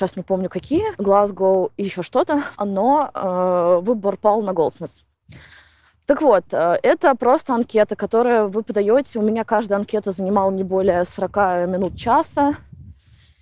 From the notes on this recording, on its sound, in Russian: плохой звук, потому что я хожу по Гайд-парку.